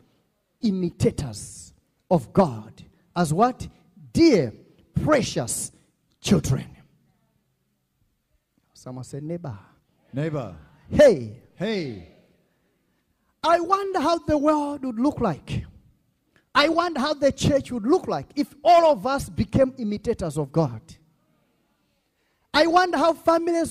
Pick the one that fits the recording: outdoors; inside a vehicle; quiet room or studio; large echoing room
large echoing room